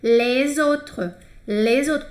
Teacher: quando vem com uma palavra que começa com vogal, tem que juntar, daí fica com um somzinho de Z